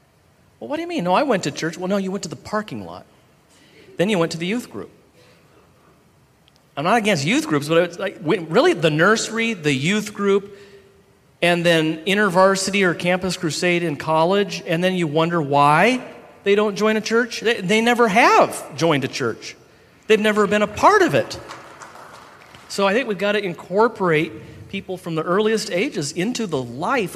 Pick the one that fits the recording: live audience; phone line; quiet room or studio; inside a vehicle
live audience